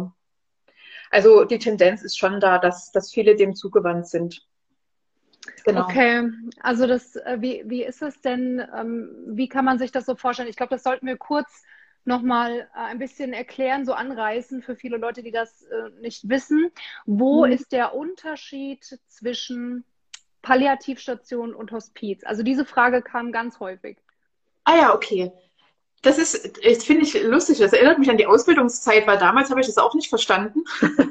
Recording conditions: video call